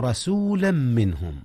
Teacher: ربنا وابعث فيهم رسولا منهم، جاء إظهار هنا يا أستاذنا. إظهار النون قبل الهاء، وهي من أحرف الإظهار من أحرف الحلق